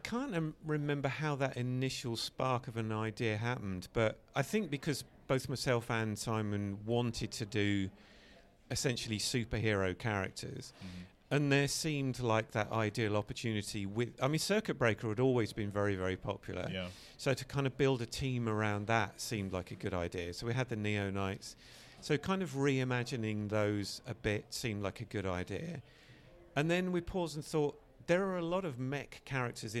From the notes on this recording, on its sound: We’re live from TFcon Toronto 2022!